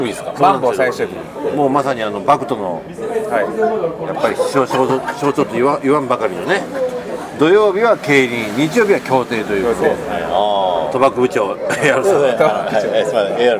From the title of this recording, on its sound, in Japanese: 野毛ツアー現地収録